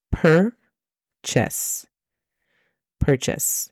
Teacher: Notarás que entre la P y la R no tenemos vocal.